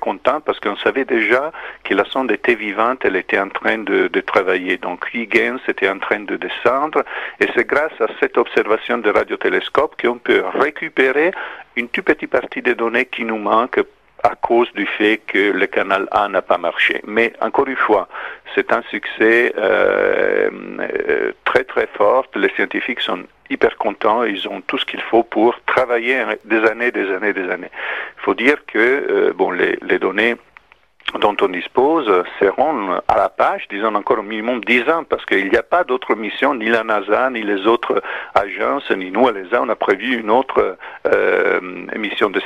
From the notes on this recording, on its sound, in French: par téléphone